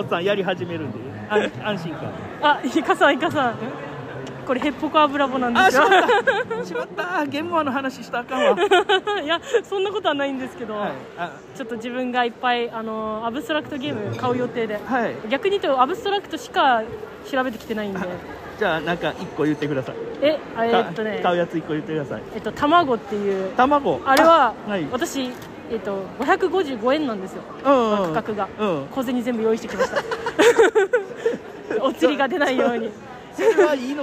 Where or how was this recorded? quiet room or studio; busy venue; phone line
busy venue